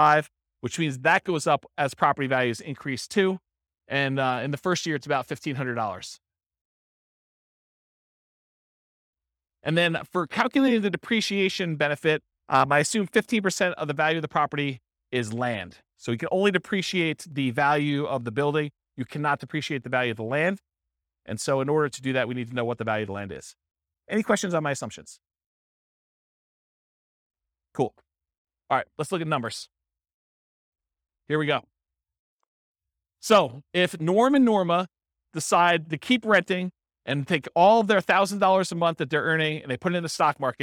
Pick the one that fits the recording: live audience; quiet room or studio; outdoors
live audience